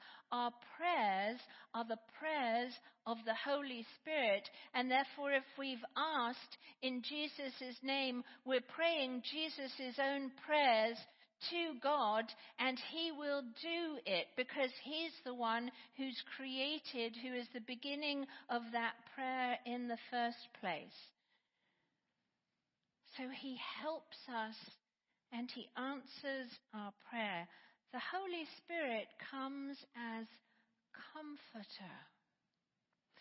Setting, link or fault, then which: setting, large echoing room